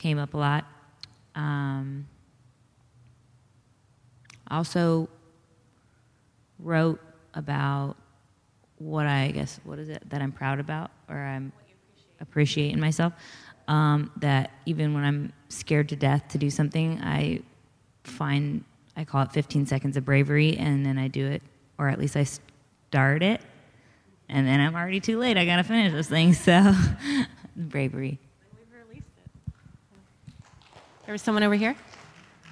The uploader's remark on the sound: During our LIVE event in Austin, TX